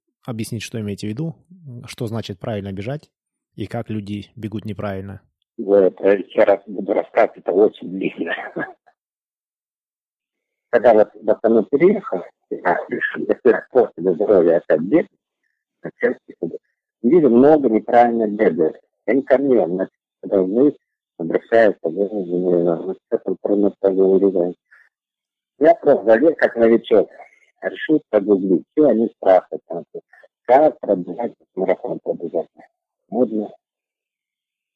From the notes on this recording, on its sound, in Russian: Интервью мы записывали по телефону, что немного повлияло на качество звука. Даже если местами плохо слышно.